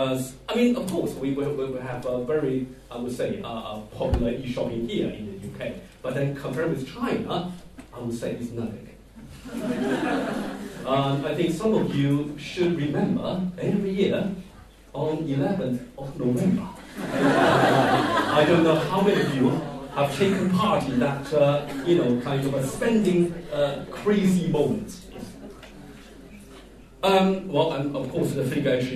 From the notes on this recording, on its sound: LSE SU China Development Forum 2014. Held at LSE. Attended by over 400 delegates.